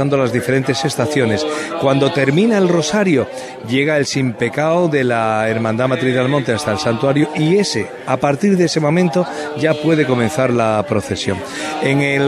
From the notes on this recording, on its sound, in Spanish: Programa especial con la retransmisión del tradicional 'Salto de la Reja' que inicia la procesión de la Blanca Paloma. En directo desde la aldea almonteña.